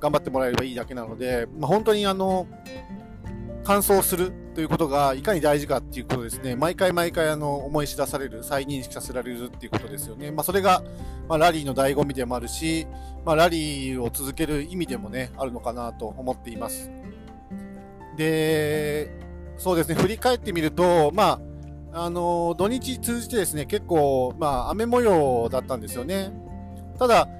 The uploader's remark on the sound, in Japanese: 高速道路走行中に収録したので、少し雑音があります。